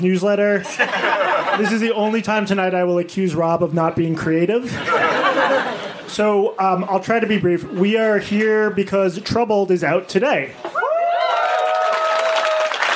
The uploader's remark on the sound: audio of a February 20 live event at the Village Underground